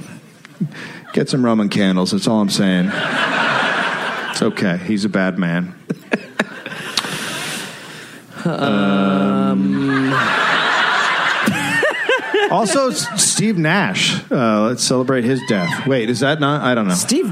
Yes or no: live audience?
yes